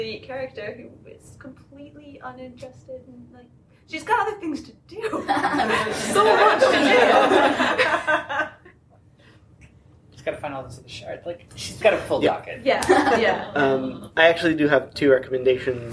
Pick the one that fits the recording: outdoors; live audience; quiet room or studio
live audience